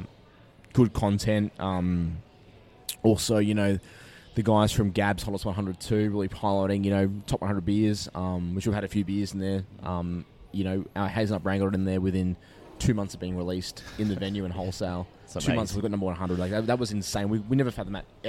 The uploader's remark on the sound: The episode was recorded at the brewpub in Cheltenham.